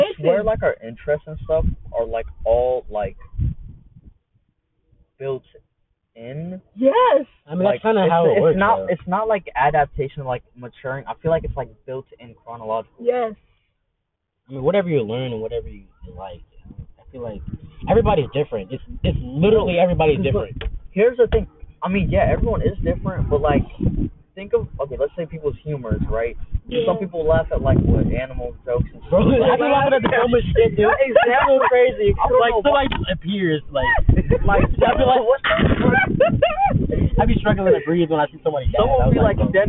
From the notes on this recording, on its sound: This audio is bad.